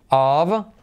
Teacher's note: of, F, pero que suena como V